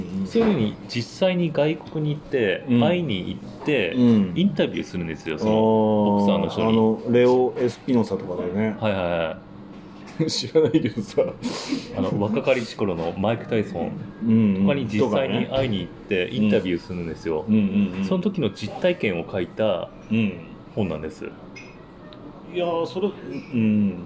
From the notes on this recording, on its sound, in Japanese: 今回は趣向を変えて居酒屋での収録です。